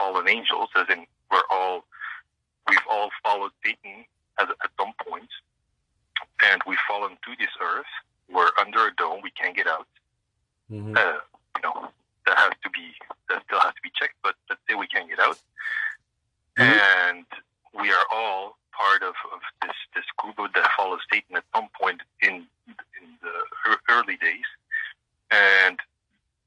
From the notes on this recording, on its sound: FIRST CALL IN EPISODE